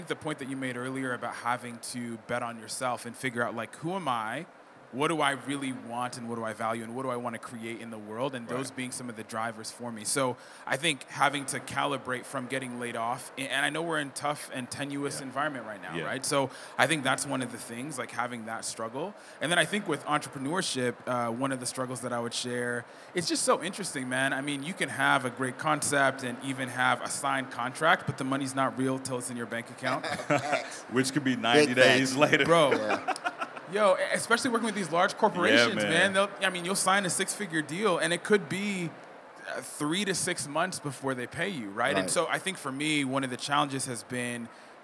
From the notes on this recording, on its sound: The 2022 AfroTech conference in Austin, TX provided a great environment for a conversation on what it's like to be African and American. Record this conversation live at the AfroTech Expo Hall Sound Bar.